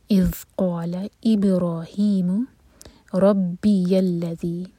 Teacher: قا دو حرکہ، لا ایک حرکہ، لام کو لمبا نہ ہونے دیں ورنہ میننگ چینج ہو جائے گا. اذ قال ابراہیم ربی الذی، اگر آپ کی یہاں سانس ٹوٹے تو آپ یہاں پر قال ابراہیم کہہ کر رک جائیں اور پھر کنٹینیو کریے.